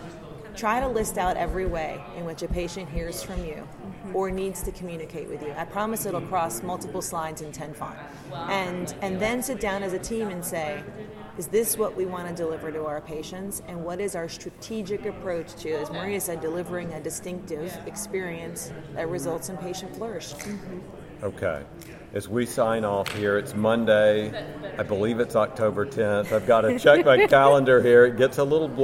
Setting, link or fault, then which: setting, busy venue